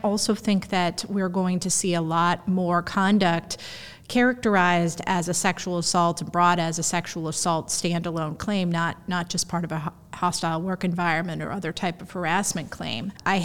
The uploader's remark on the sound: recorded at our recent national Workplace Strategies seminar